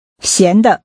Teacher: Using rising and neutral tones, say salty.